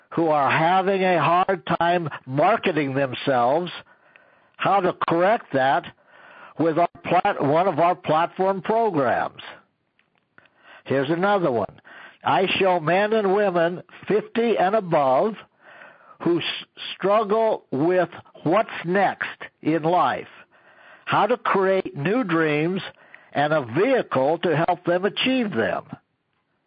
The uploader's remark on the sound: an archive of weekly conference calls